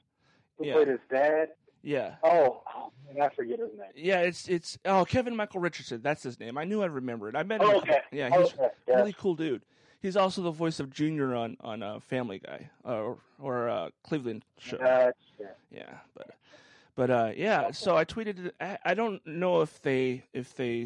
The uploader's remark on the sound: On the phone